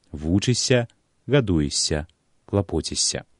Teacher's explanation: як бы мы ні пісалі, заўжды вымаўляем мяккі падоўжаны «с».